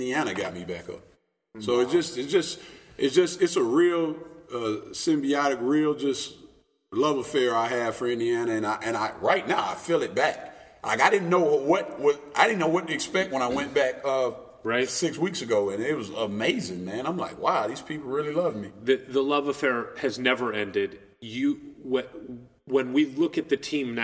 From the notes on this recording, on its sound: They set up their solitary microphone in a big, weird, room with terrible acoustics next to a basketball gym. Surrounding themselves with a wall of tumbling matts to dampened the echo. Sat down on some folding chairs.